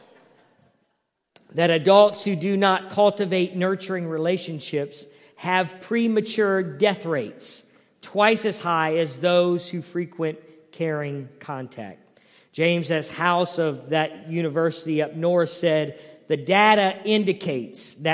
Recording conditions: large echoing room